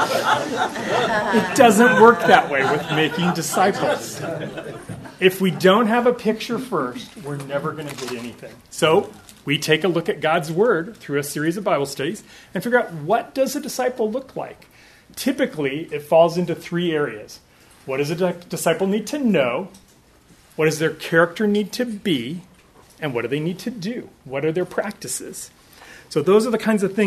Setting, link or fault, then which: setting, busy venue